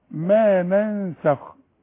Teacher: ما ننسخ في غنة هنا والغنة مرققة